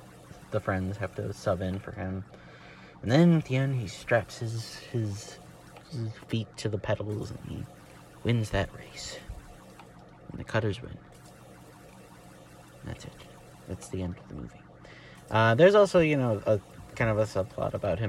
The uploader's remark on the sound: Let me know if the sound in the background is annoying, if so I will try to find a part of the space craft that is not so noisy or maybe get a better mic.